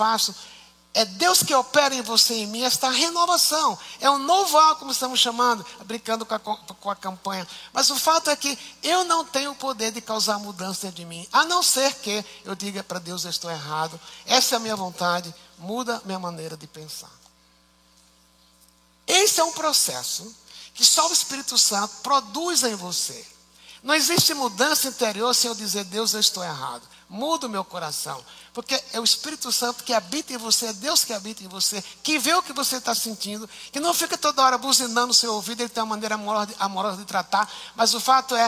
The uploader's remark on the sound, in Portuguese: Culto ao vivo IBMorumbi